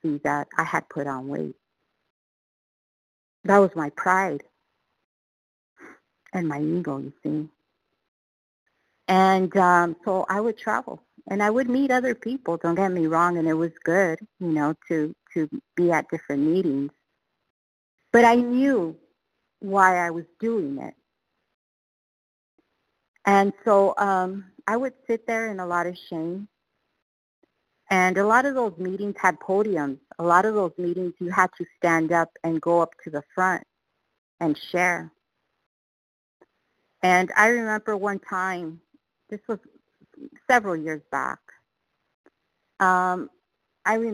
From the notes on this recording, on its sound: qualification from the 100 Pounders Phone Meeting